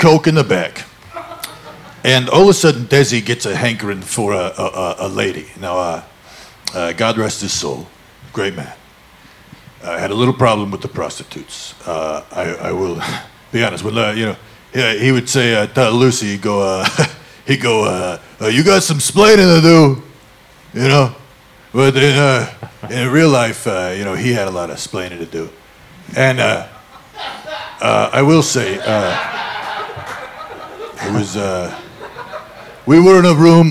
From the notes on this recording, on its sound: Live! From Salt Lake City Golden Spike Comedy Festival. Took freedom on the road to the first annual Golden Spike Comedy Festival in Salt Lake City, Utah, where they were met with warm welcome!